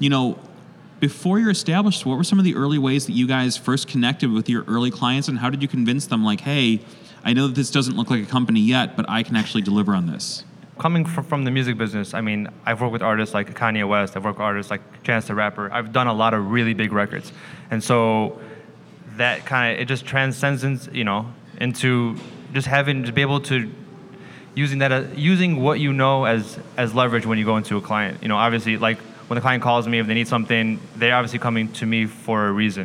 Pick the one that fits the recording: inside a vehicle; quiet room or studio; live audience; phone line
live audience